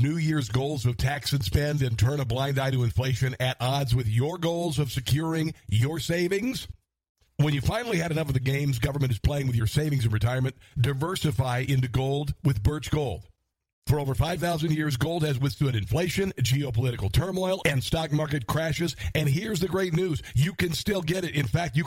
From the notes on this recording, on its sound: Listeners call in Live to voice their opinions on the show.